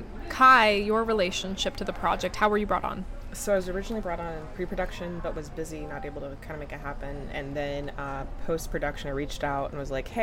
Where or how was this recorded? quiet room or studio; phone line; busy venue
busy venue